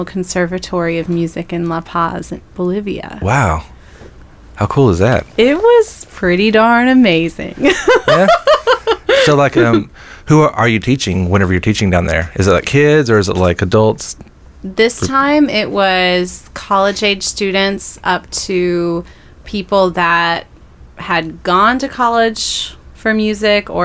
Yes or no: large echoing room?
no